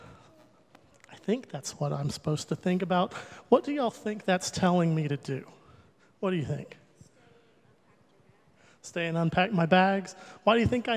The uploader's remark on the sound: Recorded live during the Sunday worship service.